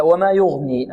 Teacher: الغين مفخمة والياء مرقة